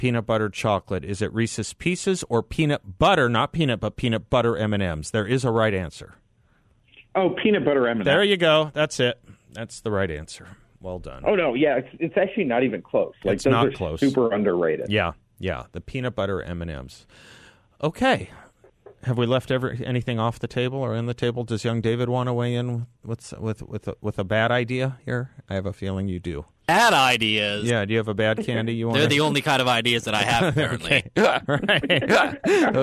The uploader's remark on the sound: Joins The … Show for the full hour by phone.